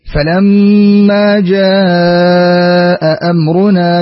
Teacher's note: نعطف الشام بالتوسط وتحقيق الهمزتين